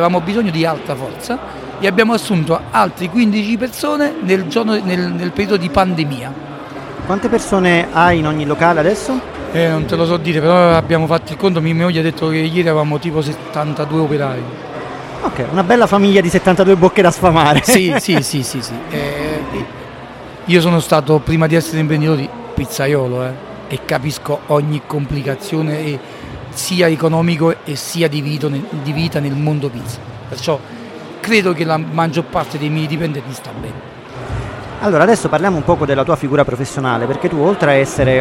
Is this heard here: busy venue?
yes